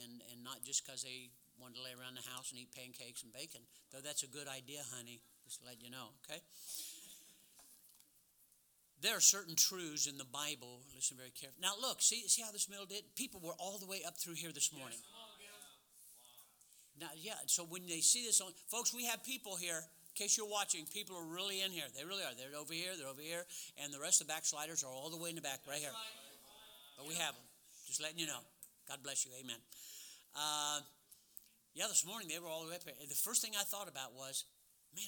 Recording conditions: large echoing room